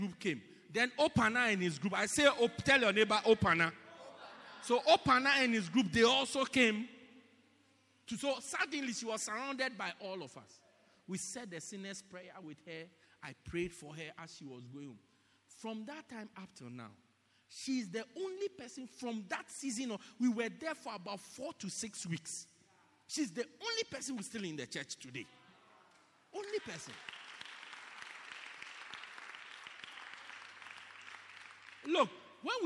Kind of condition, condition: setting, large echoing room